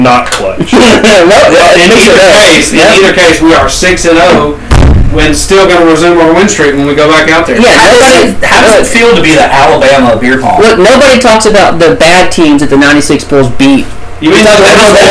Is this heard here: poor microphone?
yes